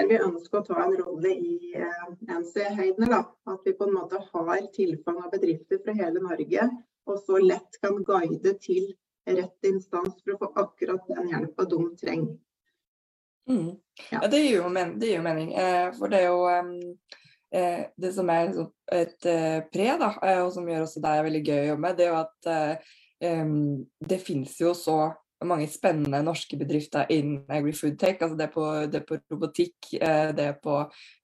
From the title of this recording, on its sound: Live Zoom